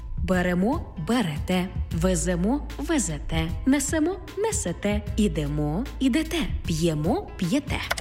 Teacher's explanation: У дієсловах на, емо, імо, ете, іте наголошуємо останній склад.